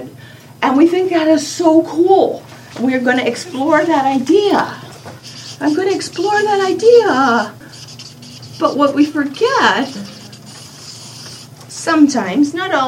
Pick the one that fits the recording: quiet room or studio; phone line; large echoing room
large echoing room